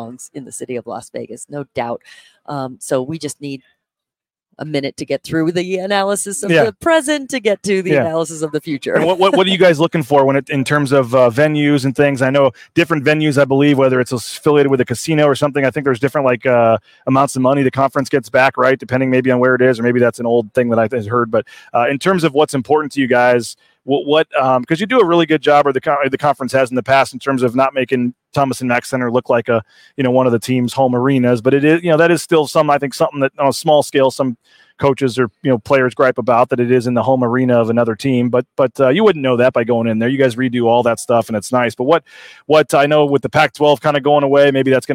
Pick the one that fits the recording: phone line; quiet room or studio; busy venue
busy venue